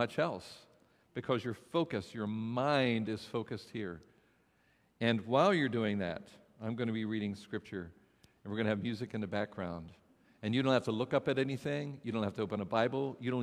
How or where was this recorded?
large echoing room